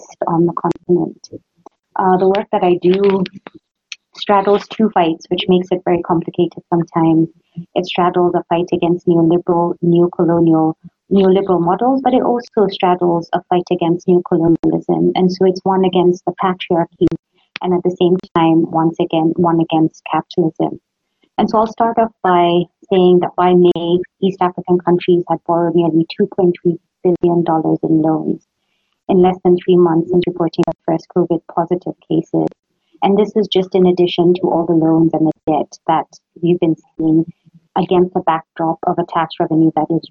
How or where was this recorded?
video call